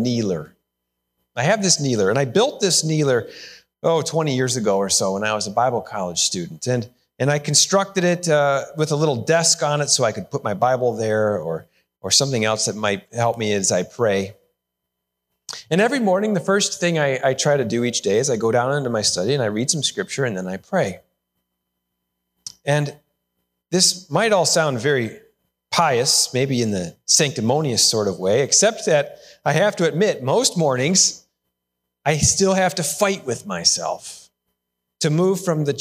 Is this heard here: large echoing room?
yes